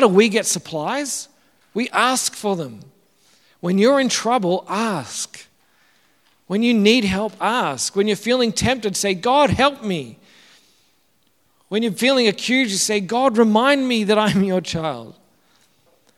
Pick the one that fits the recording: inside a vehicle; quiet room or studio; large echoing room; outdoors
large echoing room